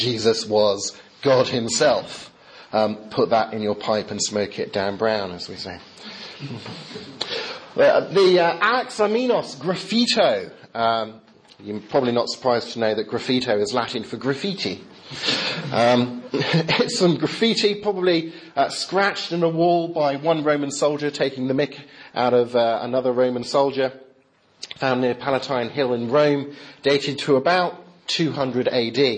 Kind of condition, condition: setting, large echoing room